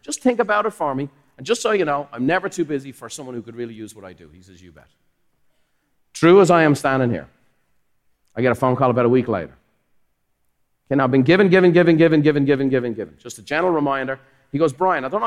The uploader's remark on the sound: Recorded live at the Buffini & Company MasterMind Summit.